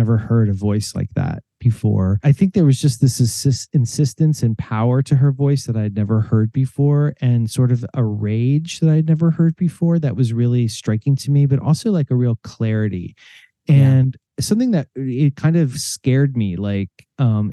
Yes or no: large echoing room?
no